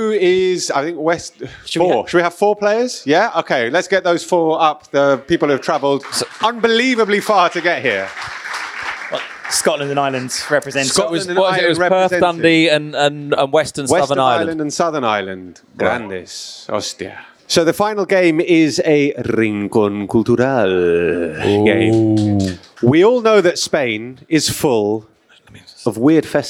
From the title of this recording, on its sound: TSFP Live in London 2023